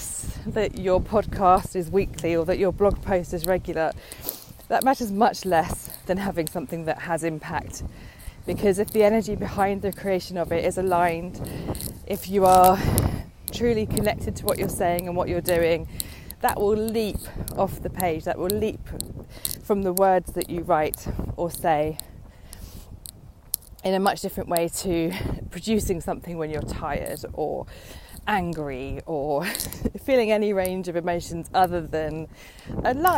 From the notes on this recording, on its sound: On a windy walk.